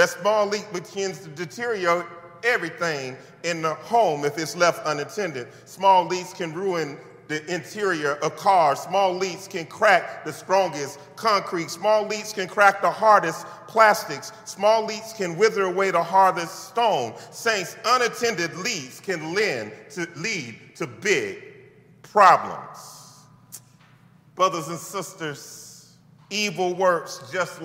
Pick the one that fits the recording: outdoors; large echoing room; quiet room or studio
large echoing room